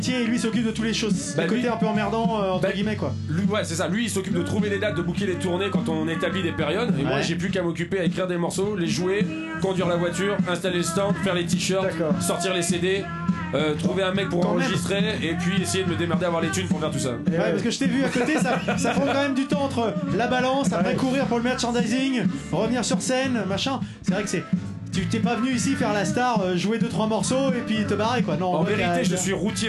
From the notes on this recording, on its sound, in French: L'Entrepod s'installe au Houppstock 2016. L'EntrePod s'est installé au Houppstock pour vous faire vivre le festival avec les artistes présents.